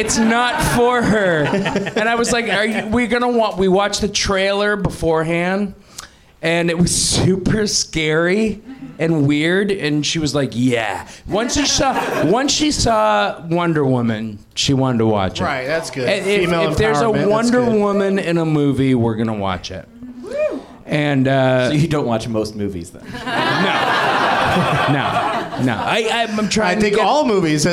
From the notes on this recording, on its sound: Live from the NerdMelt Showroom in LA